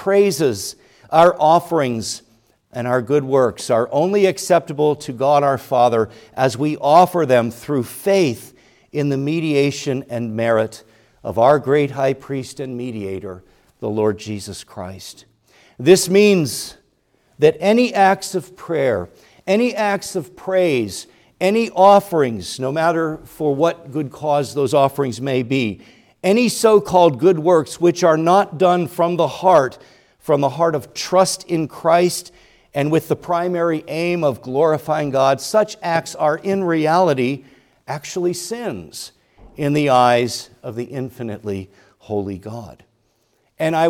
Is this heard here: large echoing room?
yes